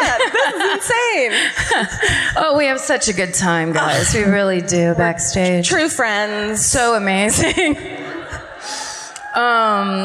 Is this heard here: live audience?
yes